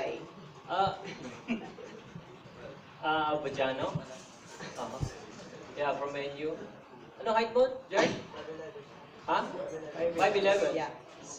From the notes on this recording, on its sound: The full press conference during the send-off dinner for the players and coaches of the Philippine Under-19 squad.